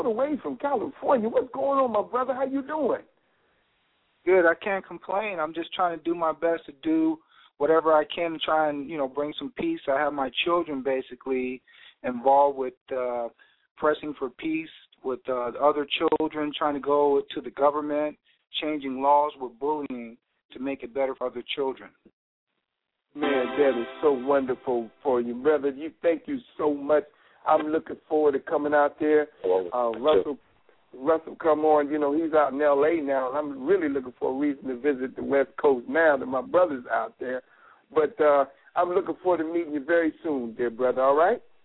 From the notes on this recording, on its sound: Anchored by one of The Keys 107 (Blog Talk Radio) hosts, members call.